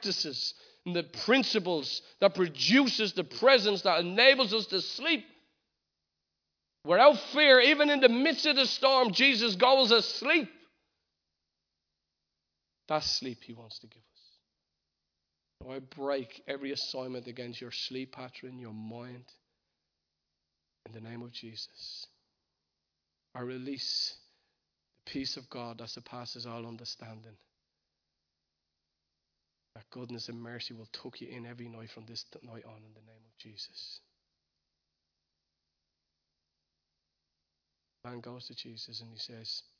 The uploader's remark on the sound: Recorded live at Liberty Church on 24th November 2019